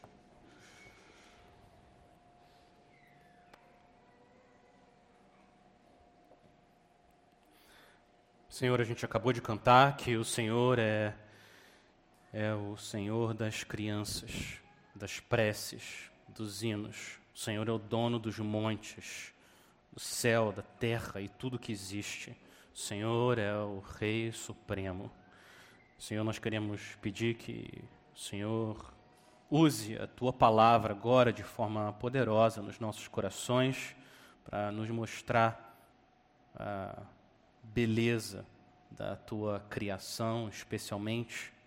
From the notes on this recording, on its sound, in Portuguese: Mensagem gravada na Igreja Batista Jardim Minesota